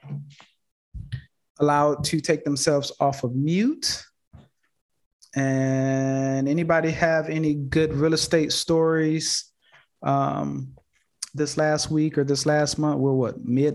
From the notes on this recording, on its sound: Investors Gallery is a live call open to the public. Investors Gallery is recorded and filmed in the Art Gallery built in the home of the Principle of Dimensional Capital Partners. Through this live zoom conference.